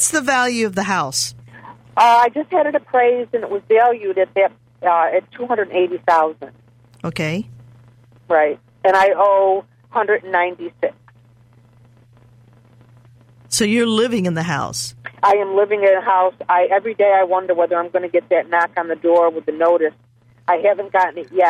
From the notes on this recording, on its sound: Financial planning call-in show.